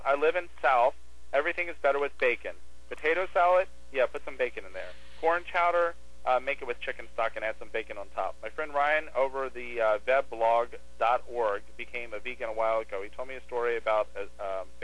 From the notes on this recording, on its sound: had to phone in this podcast!